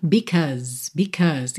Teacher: Because, atenção à pronúncia dessa palavra, que se escreve B-S-C-A-U-S-E, mas a gente não pronuncia because, e sim because, because. Então, esse A-U vai ter som de O, e o E final não é pronunciado, e o S vai ter som de Z